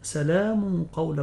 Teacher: إذا وقعت القاف بعد التنوين لابد من تفخيم الغنة